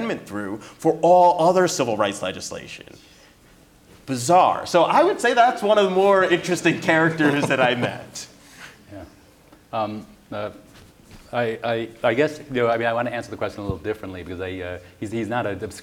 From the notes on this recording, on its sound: Constitution Day Celebration. Live audience Q&A.